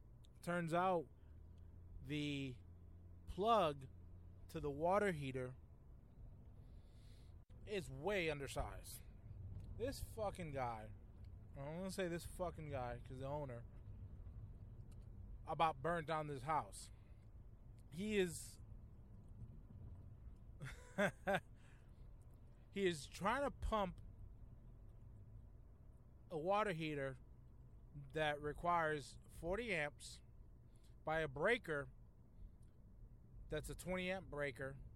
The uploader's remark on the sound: A Quick CARCAST!